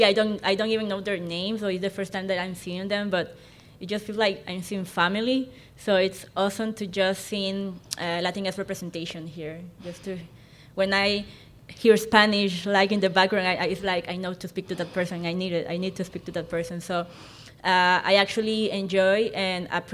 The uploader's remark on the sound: live conversation at the Queer Christian Fellowship Conference in Chicago